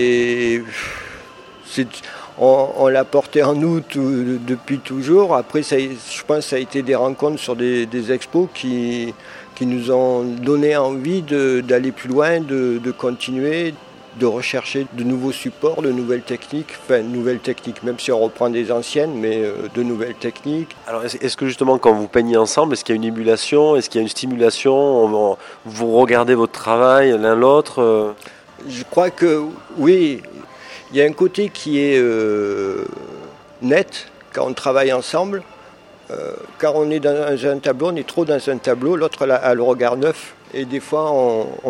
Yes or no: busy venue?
yes